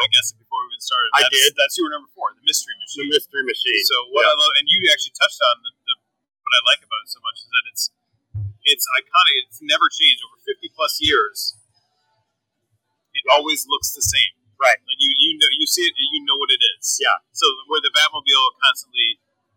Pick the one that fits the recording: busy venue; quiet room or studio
busy venue